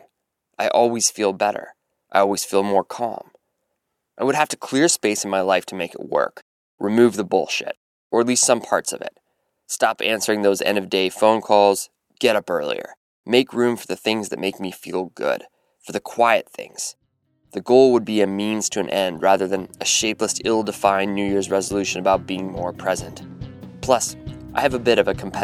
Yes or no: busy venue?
no